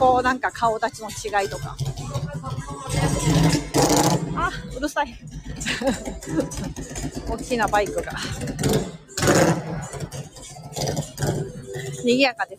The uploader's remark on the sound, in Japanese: NYマンハッタンを歩きながら